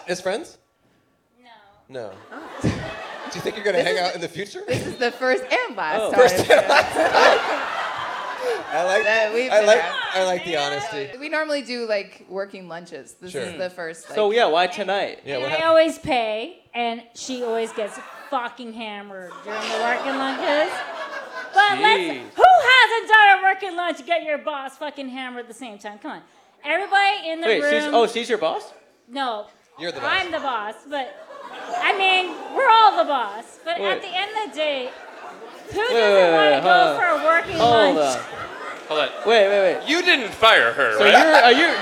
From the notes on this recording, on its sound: Toronto LIVE. In Toronto, Canada.